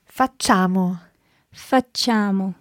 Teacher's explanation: Okay, although there's an I written down there, the I is just there to make the C soft. So you don't actually pronounce it. A lot of people say facciamo, but sì.